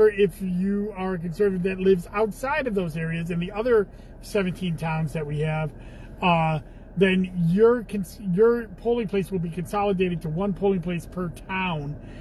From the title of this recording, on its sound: Commissioner in a Car